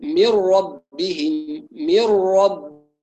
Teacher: مهم جدا اتمام كسره الميم، ليس ما وانما مي، من ربهم من ربهم، لا نضم الشفتين عند الراء، لا نقول من ربهم، ونبهنا على ذلك، من را من را هكذا.